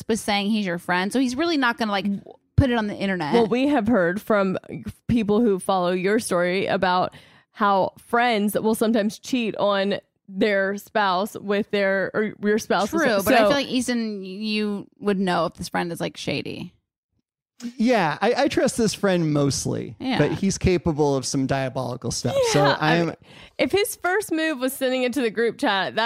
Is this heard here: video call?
no